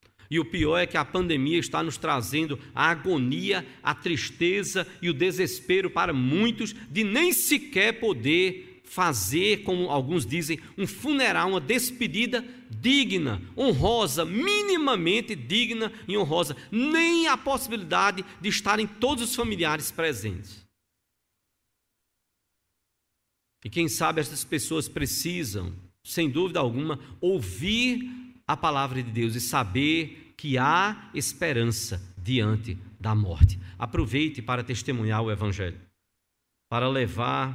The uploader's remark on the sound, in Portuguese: No culto transmitido on-line a partir do templo no domingo (30/05/2021) à noite (18h), sem público conforme decreto do governo do estado de PE devido à Pandemia da COVID-19.